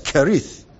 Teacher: In Hebrew, there is no ch sound. Everything is K sound. So this is not Cherith, all right?